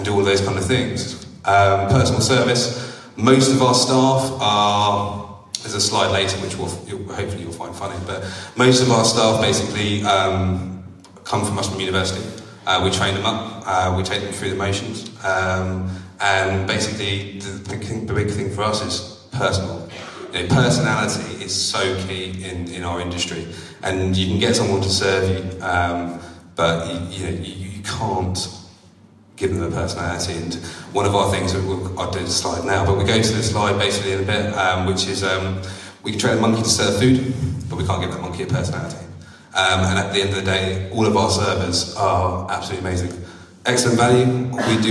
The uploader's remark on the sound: a taste of one of our 'live' events